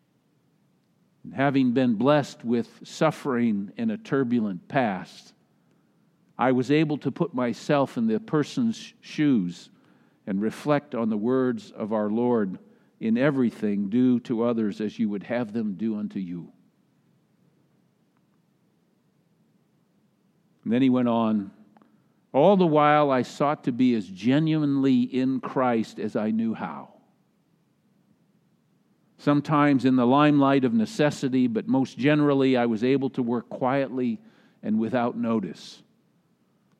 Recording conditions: large echoing room